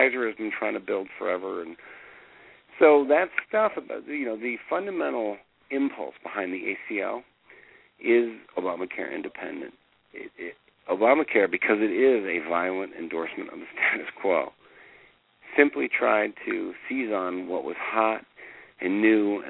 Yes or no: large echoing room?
no